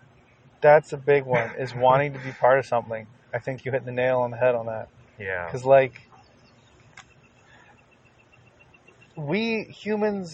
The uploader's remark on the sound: The episode is recorded outside so the audio quality isn't the best.